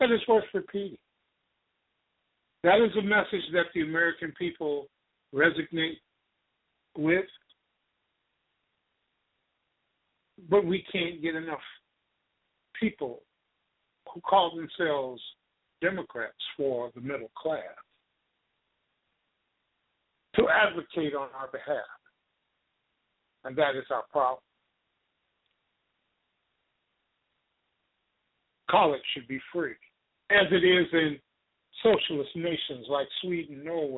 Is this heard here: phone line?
yes